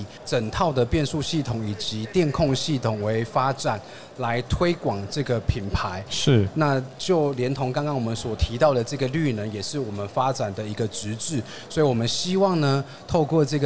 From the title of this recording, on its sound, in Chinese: 2022 Taipei Cycle台北國際自行車展-Live Podcast